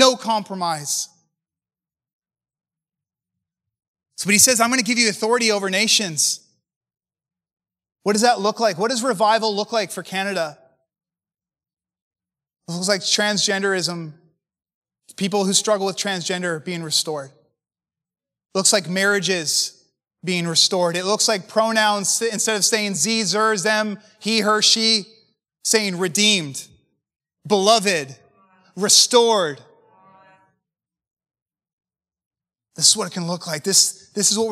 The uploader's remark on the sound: preached at a recent MFI Canada Conference